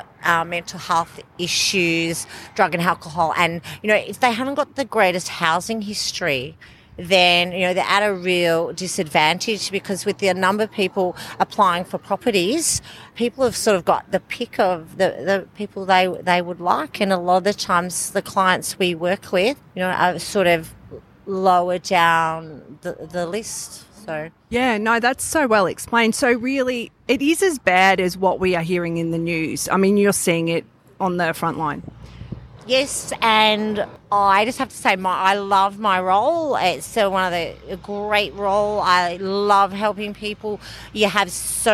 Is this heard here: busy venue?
yes